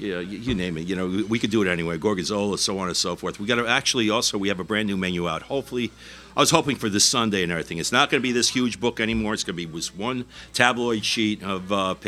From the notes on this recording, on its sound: This episode was recorded at the iconic Pete's Saloon and Restaurant in Elmsford, New York. We sat down for drinks and dinner (and the best fried calamari in Westchester!).